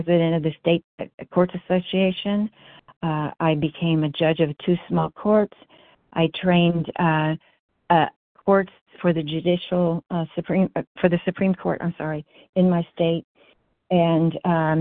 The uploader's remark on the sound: 100 Pounders Phone Meeting, 9/13/23